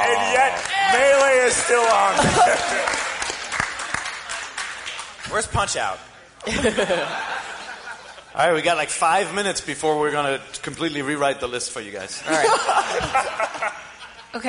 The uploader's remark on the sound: Live at PAX